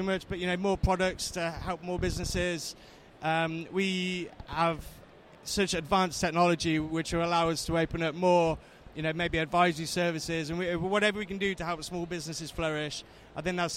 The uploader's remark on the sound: Episode recorded at Accountex 2019.